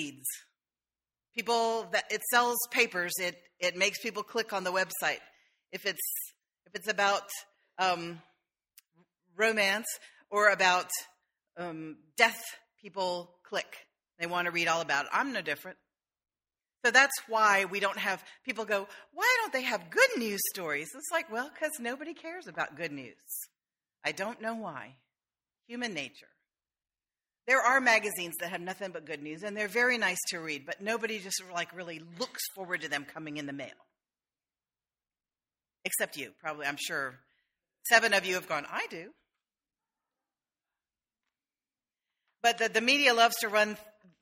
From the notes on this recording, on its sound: sermon delivered on August 4, 2013